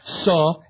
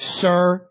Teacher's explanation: The dropping of R in S-U-H for suh instead of sir · Shown in: first take